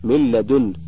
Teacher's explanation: وإن كان متقاربين أو متجانسين قلب الأول حرفا مماثلا للثاني ثم أدغم فيه، كأن تقلب النون ميما ثم تدغم في الميم بعدها في مثل مما، وكأن تقلب النون لاما ثم تدغم في اللام بعدها في مثل من لدن. · Term: الإدغام